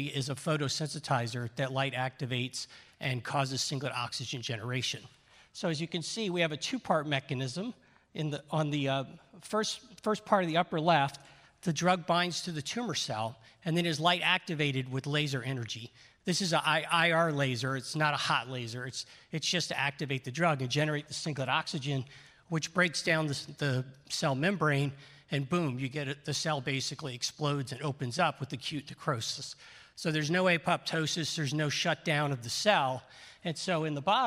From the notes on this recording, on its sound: In this session, recorded at CMO Summit 2022, seasoned CMOs share their best practices.